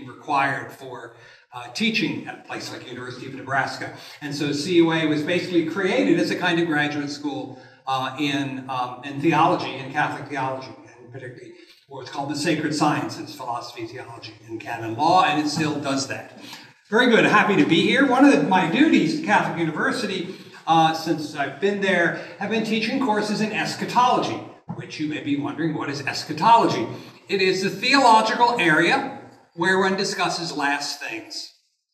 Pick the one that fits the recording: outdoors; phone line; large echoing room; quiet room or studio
large echoing room